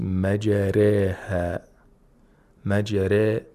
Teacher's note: Yeah, the alif maqsura is pronounced with imala, mm-hmm. and the ra itself is pronounced with tarqiq due to the imala